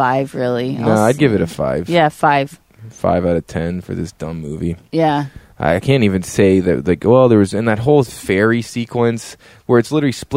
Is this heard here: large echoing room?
no